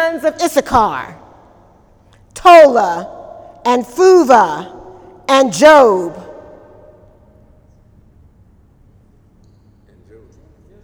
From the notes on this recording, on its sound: During Wednesday night service.